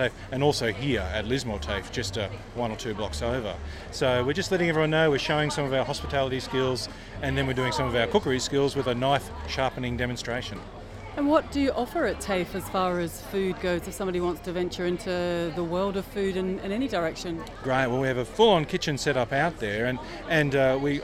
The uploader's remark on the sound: Lismore hosted it's inaugural Eat The Street food festival extravaganza on a perfect Shire Day so of course I had to take my microphone